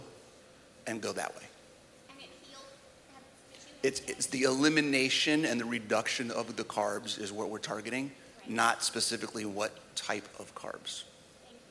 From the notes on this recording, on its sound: Today's podcast is the audio from the Fitness Panel at Keto Summit Omaha!